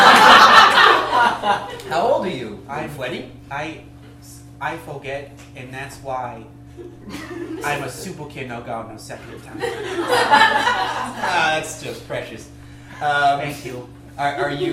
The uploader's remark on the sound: Pity Applause performs live improv comedy every other Friday in Brooklyn, NY!